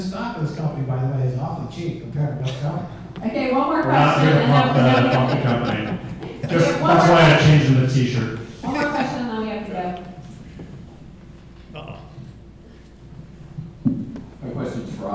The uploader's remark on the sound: CONSENSUS NYC 2018 BLOCKVAULT BY GOLDMONEY THE KEISER REPORT LIVE ON-STAGE.